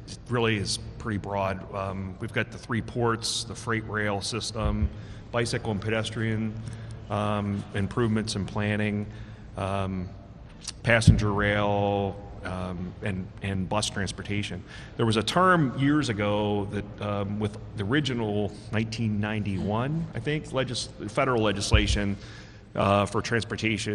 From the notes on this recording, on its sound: Road Trip at Lancaster Amtrak station. It's called Smart Talk Road Trip - a live on location broadcast of the program.